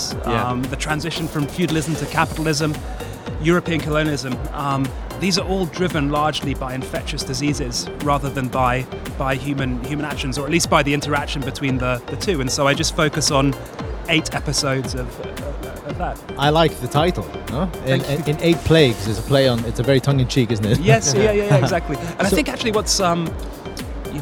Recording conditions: busy venue